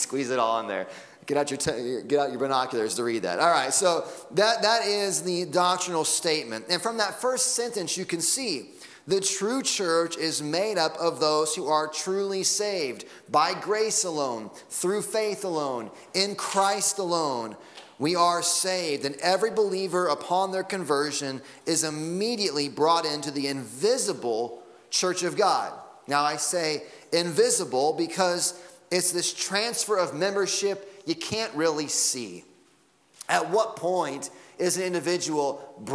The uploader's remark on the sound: Sunday Morning Sermon Audio